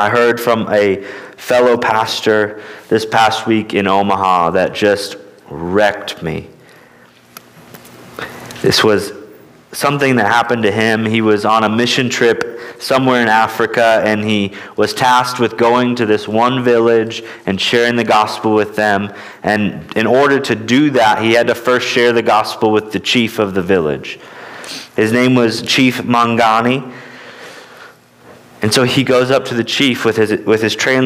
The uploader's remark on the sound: at Immanuel Baptist Church in Newton, KS